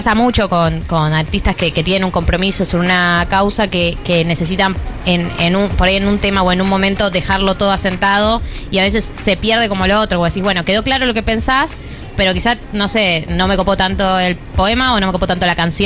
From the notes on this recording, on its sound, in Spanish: En vivo en la terraza de Yunta